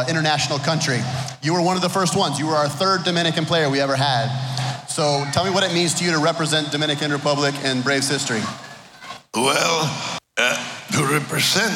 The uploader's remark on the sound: Live From Alumni Weekend. Interviewed live at Truist Park during Alumni Weekend!